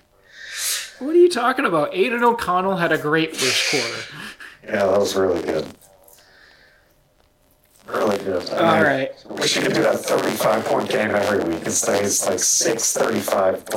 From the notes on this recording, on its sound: (FUCKED UP AUDIO). Effed the audio up and don't have time to record another. Unlistenable.